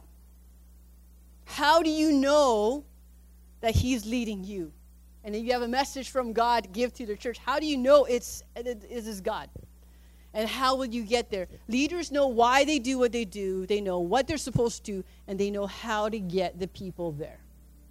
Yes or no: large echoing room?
yes